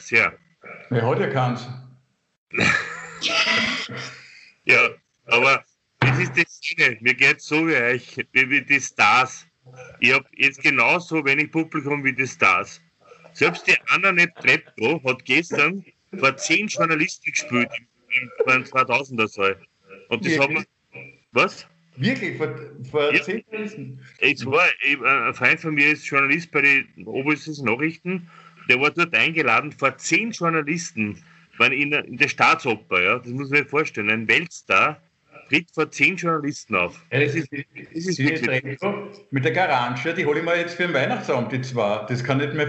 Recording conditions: video call